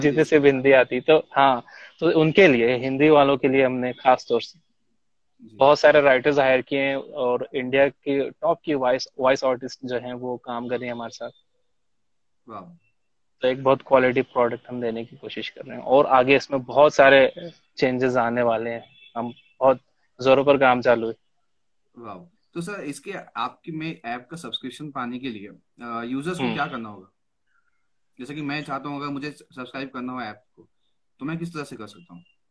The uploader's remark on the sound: has been conducted live on Instagram at Aurangabad Buzz